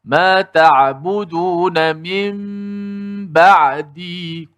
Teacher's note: Bila mim mati guna bibir, guna mulut, dirapatkan mulut itu.